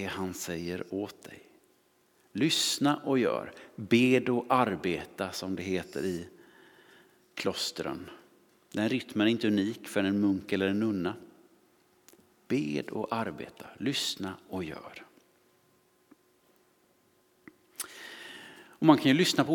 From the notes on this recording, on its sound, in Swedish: Inspelning från Immanuelskyrkan Skövde.